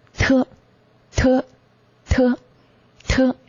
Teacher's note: 发音的时候舌尖呢是抵住我们的上齿龈，形成阻碍，冲破气流发出的声音 · Term: 特音